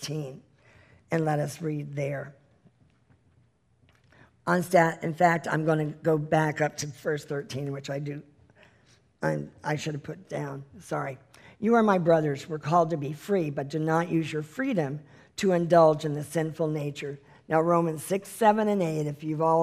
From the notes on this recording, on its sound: This is the full replay of the LIVE Rejoice Pompano Bible Study from April 2018